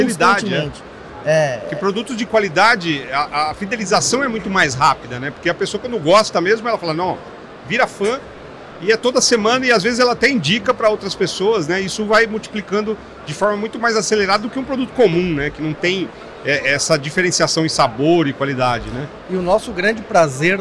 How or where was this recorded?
busy venue